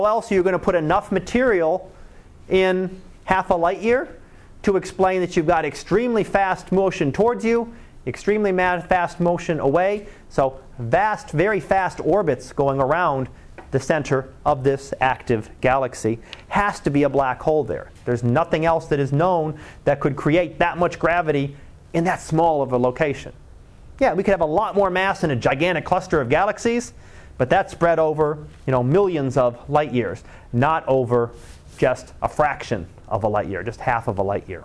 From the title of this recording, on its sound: Live Class Lecture